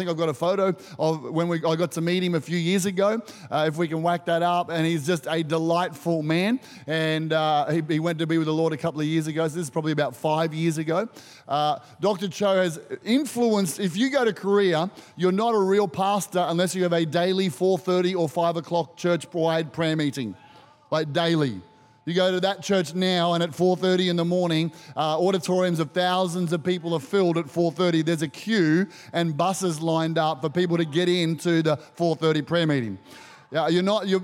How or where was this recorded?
live audience